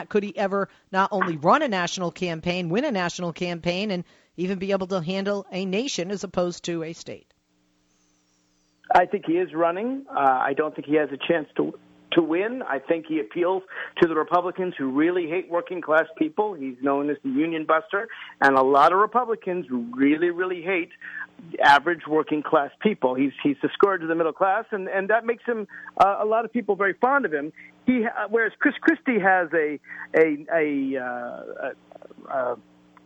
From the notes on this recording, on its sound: The debate heated up with callers and hosts alike